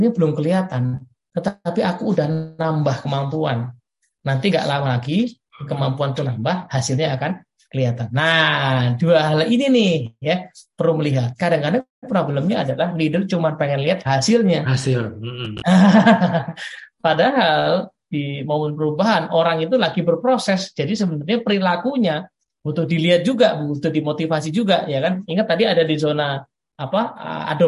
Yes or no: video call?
yes